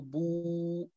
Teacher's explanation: يرتفع من أقصاه اللسان، من مؤخرته يرتفع بو · Term: الواو